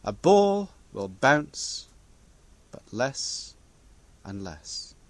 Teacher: The iambic line of four stresses imitates the ball. Small differences in stress give the effect of less and less force, and the rhythm imitates the way a ball slows to a stop in smaller and smaller arcs.